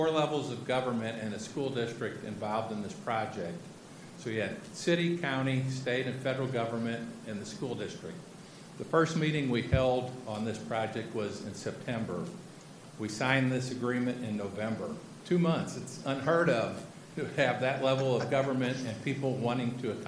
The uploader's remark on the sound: This is a live recording of the Collinsville City Council from January 11, 2022.